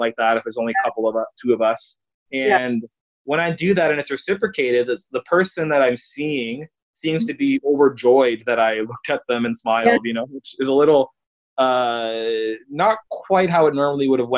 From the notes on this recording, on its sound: via Zoom